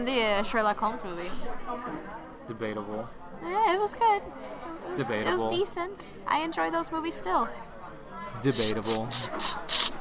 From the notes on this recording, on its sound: During our mini crisis over the background noise